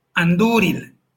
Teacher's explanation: la segunda sílaba sí es fuerte, en este caso porque es vocal larga, uh-huh, y se roba el acento y son llanas.